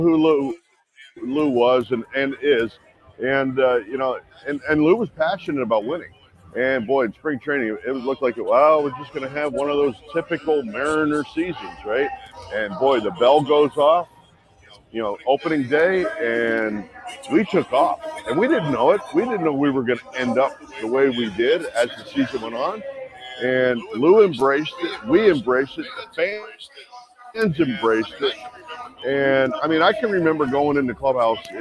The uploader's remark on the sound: live once again from the All-Star Game in Seattle